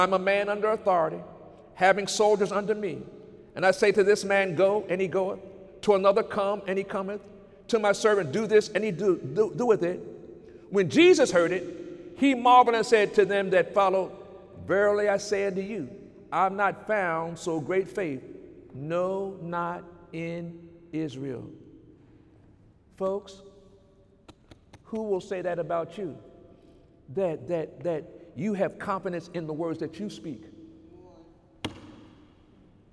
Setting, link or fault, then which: setting, large echoing room